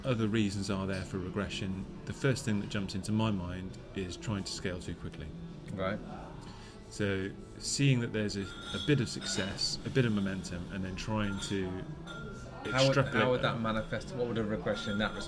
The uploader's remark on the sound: The Master Mariner, Brighton, UK. Enjoyed a road trip to the seaside this week, and stopped in at the Master Mariner for a drink and a chat by the water.